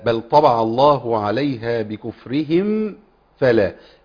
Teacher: الميم نحذر من إخفائها عند الفاء، هي الميم لا تخفى إلا عند الباء فقط · Term: الميم هنا مظهرة